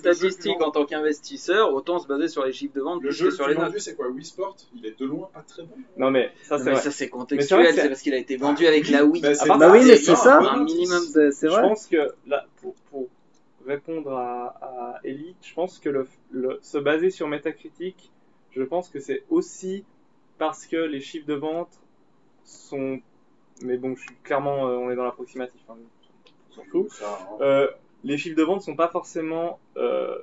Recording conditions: poor sound quality